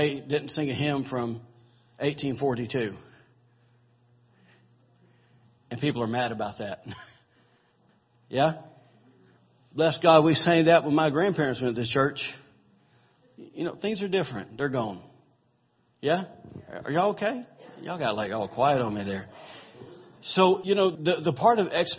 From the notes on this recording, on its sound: recorded October 29, 2017, during Sunday morning service at Celebration Life Family Church.